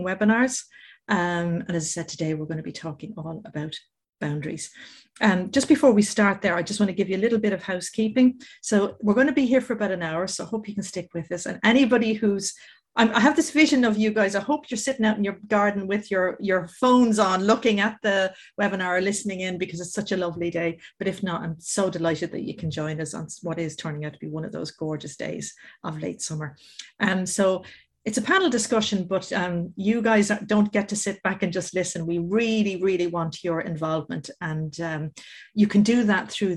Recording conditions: video call